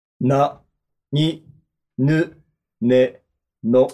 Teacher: ですね。だけども、舌がだらしなくならないために、唇でしっかり舌を支えるんです。ですから、唇はだらしなくだーっとしないで、むしろキュッとこう締める。はい。はい。そして唇の前の方はしっかり使って、な、に、ぬ、ね、のっていうと、誰がやっても全部鼻にかかるんです